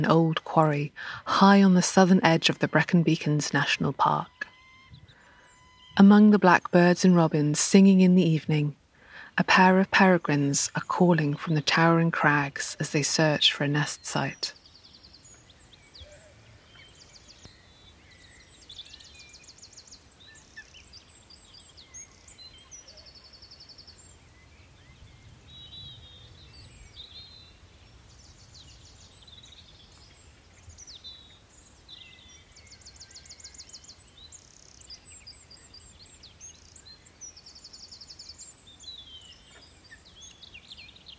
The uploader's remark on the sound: Peregrines calling from crags in the Brecon Beacons. Their cries and calls can be heard above the early evening chorus of robins, blackbirds and sheep.